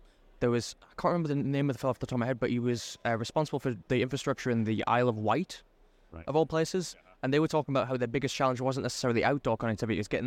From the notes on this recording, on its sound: Talk about their time at Connected Britain in London - live from the show floor.